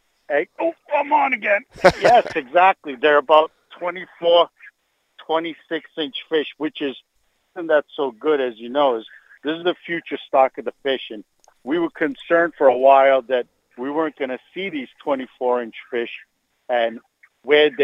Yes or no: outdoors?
yes